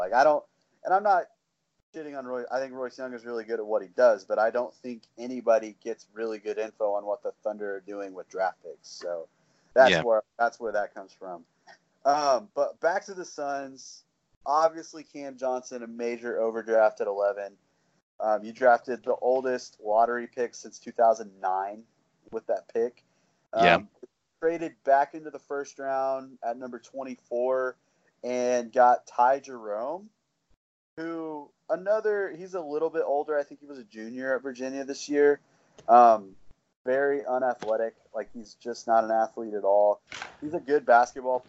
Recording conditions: poor sound quality